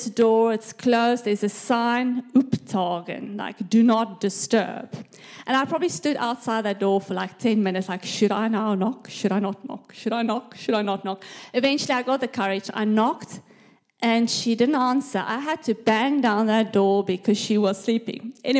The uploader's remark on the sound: This message was recorded live at our Malmö Gathering on Sunday, October 8th, 2023.